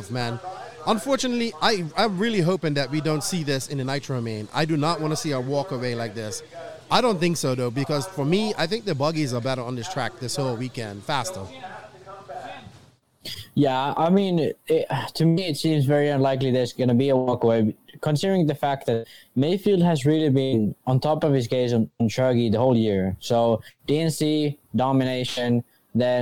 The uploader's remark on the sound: Live from Finals Day at the 2021 ROAR Nationals